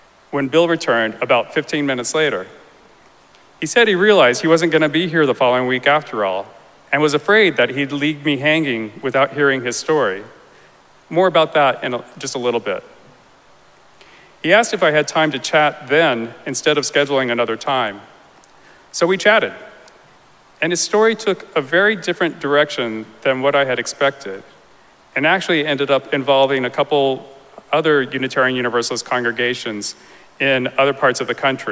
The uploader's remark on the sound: Recorded live at Arlington Street Church, Sunday, August 27, 2023.